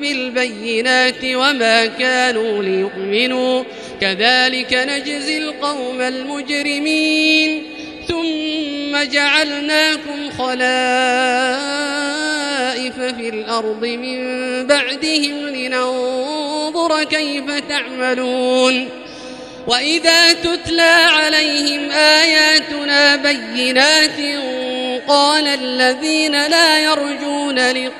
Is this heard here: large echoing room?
yes